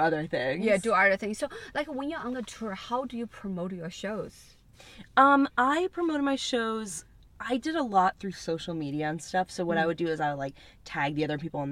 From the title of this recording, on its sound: In The Car